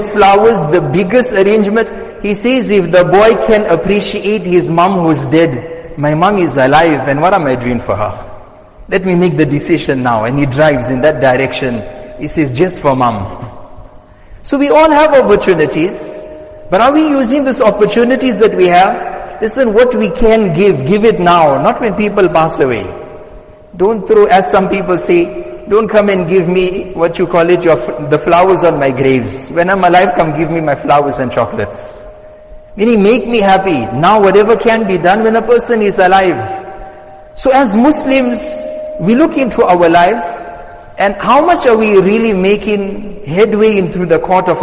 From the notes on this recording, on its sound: Jumuah Lecture at Masjid us Saliheen